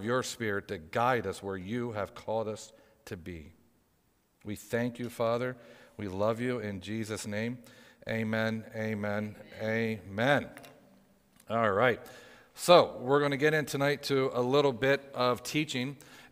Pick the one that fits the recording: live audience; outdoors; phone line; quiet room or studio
live audience